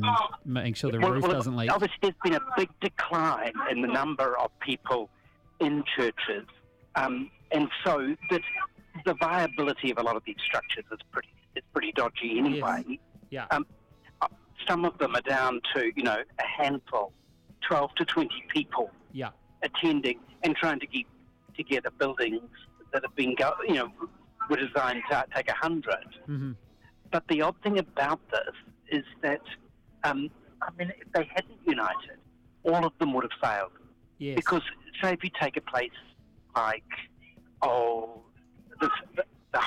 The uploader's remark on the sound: Comes to us live on a bus, after landing in from a conference.